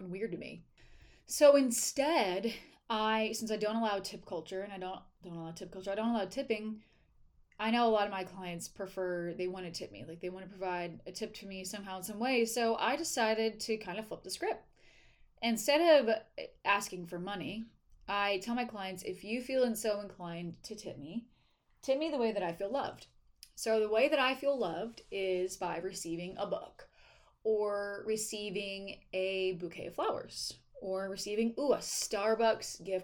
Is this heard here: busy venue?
no